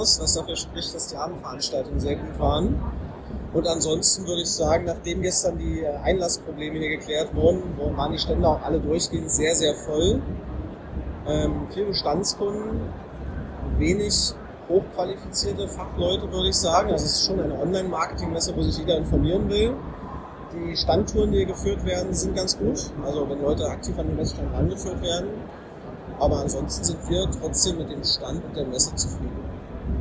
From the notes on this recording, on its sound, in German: Soundqualität auf Wish bestellt // OMR Recap. Leider ist der Ton nicht so gut geworden, da die Hintergrundgeräusche zu laut waren.